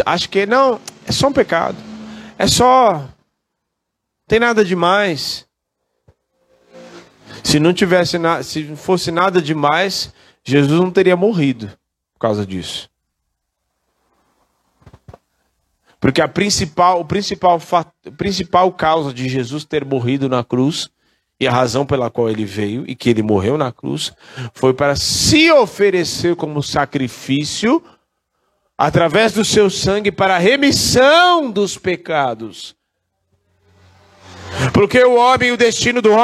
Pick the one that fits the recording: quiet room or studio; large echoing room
large echoing room